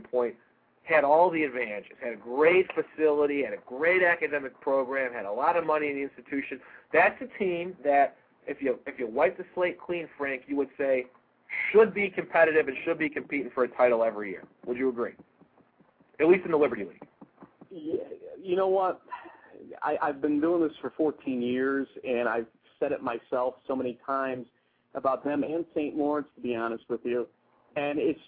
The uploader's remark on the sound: weekly call in show